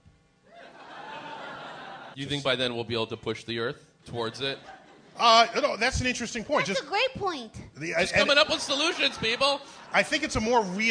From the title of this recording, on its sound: Live at the Bell House